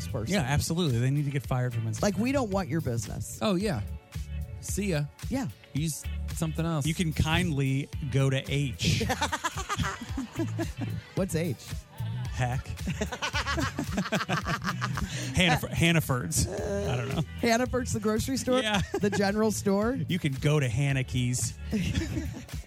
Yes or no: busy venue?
yes